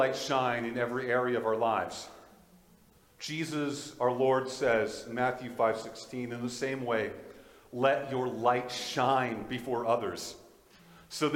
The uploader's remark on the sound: This is a Audio from the Valley Alliance Church in Fort Qu'Appelle Saskatchewan